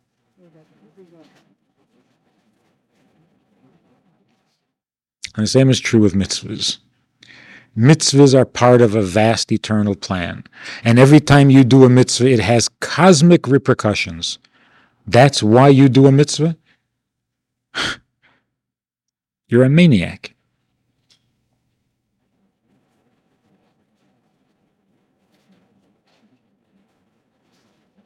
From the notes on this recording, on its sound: This audio is taken from a class given at the Bais Chana Institute of Jewish Learning in the Summer of 1993.